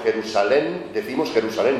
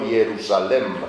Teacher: y la m final la pierde, no pronunciamos m's finales · Shown in: first take · Incluso en palabras como Jerusalén decimos Jerusalén, no Jerusalem.